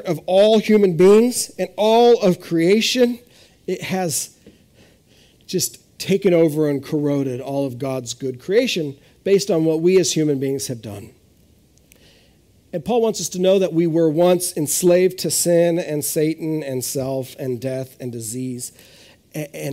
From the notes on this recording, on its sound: This is audio ripped from the Live Service video.